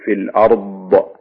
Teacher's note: يعني لمن في الأرض، يعني مشكلة أن كثير الناس يخطئ فيها لأن حرف يعتبر صعب شوي الضاد، فيريد أن يظهره بأي طريقة، ولذلك يبينها بطريقة القلقلة فيقول في الأرض، هو قريب من الطاء عشان كذا يحصل هذا الخطأ.